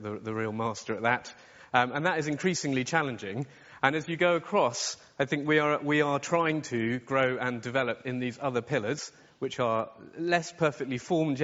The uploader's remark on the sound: From our 2017 conference Insurance Innovators Summit